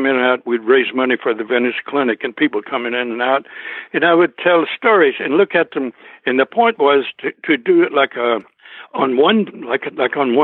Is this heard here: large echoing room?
no